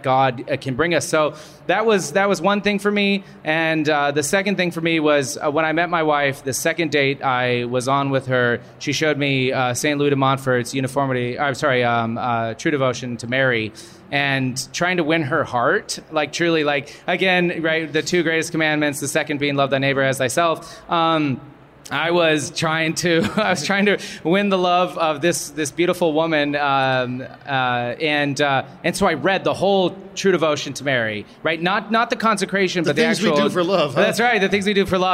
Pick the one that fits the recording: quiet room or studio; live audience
live audience